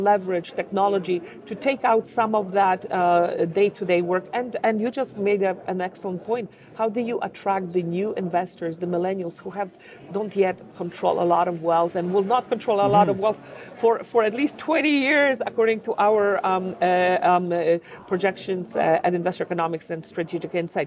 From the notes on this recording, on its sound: chatted with us at the 2018 Mindpath CETFA ETF Conference